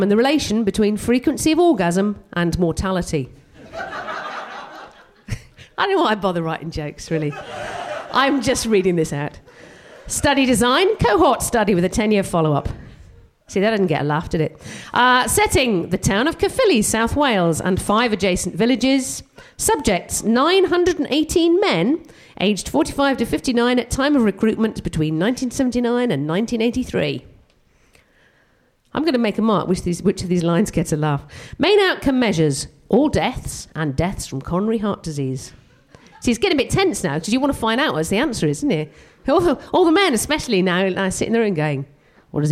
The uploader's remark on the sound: We will be sharing tragedies we collected at the live show that took place on January 18th at the Hackney Attic. Performing some science based stand-up.